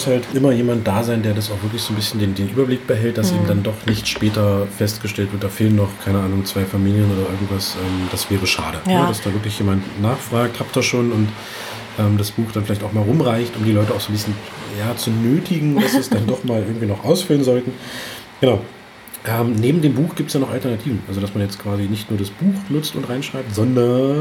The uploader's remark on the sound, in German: Diese Episode haben wir übrigens in der schönen Teestube "Mitten im September" in Cottbus aufgenommen. Der Hochzeits-Podcast direkt aus dem Spreewald.